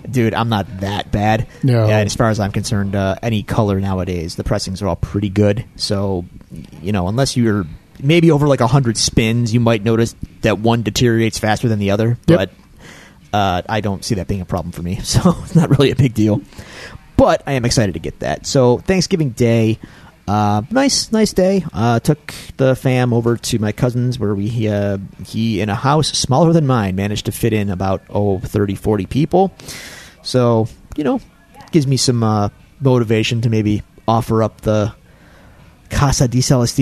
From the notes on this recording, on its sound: live from Iron Buffalo Comics, Games, and Coffee